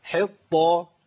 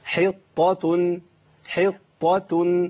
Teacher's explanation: خد بالك انا عندي طاء مفخمه في مرتبه عليا حطه